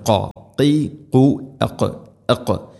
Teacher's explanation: قال قاف തൊണ്ടയുടെ മുഗൾ ഭാഗവും കഴിഞ്ഞ് ചെറുനാക്കിൻ്റെ ആ ഒരു ഭാഗമാണ് അതിൻ്റെ മഖ്റജ്